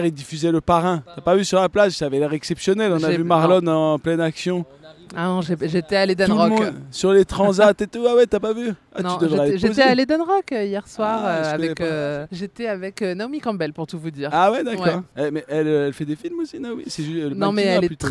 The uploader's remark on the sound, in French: En direct de Cannes ! Vous fait vivre le festival en direct de la Croisette, avec beaucoup de nuits courtes, des guest stars hollywoodiennes, et des interviews improvisées !